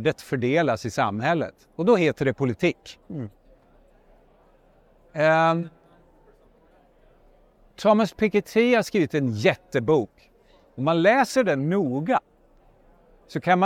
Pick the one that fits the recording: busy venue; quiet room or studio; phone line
busy venue